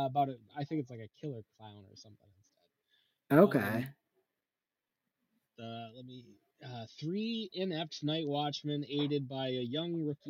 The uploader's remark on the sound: Please note that something affected the audio quality of this episode. It honestly isn't to our usual standards, and we have tried to manage it as best as we could.